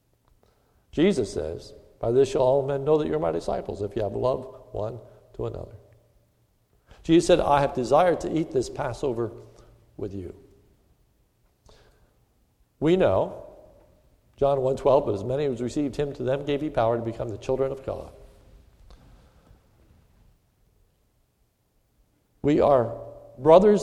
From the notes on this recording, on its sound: This is a sermon recorded at the Lebanon Bible Fellowship Church, in Lebanon, PA. Was given on the occasion of Maundy Thursday.